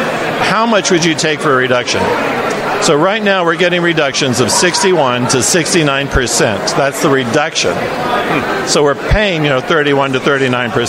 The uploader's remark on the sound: This interview was recorded by Right America Media at CPAC 2022.